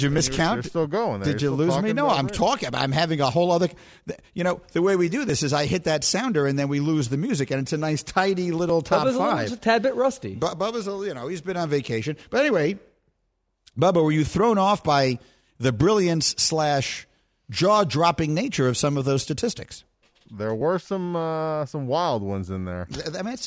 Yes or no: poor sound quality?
no